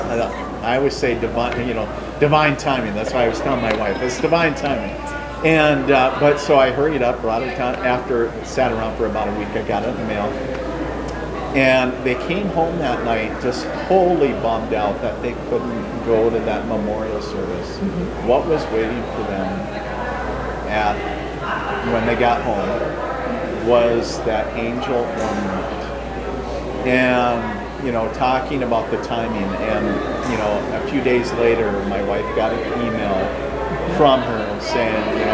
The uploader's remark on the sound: Recorded at MI Paracon 2023